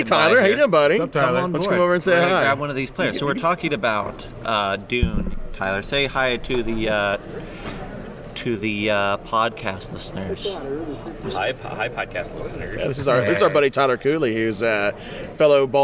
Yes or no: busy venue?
yes